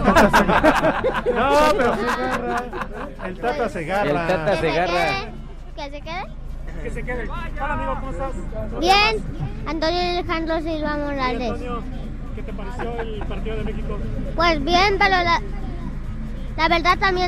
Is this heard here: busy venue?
yes